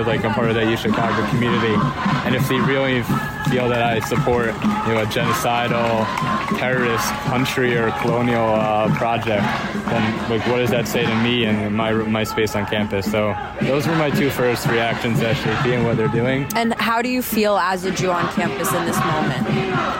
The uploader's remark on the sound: The following is a series of audios recorded on the main quad of the University of Chicago on Thursday, October 19, 2023. It features interviews with pro-Palestinian and pro-Israeli community members demonstrating at around 12 p.m. The audio is mostly unedited, with some segments omitted for brevity’s sake.